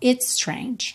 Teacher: It's termina em S, strange começa em S, você pronuncia um S só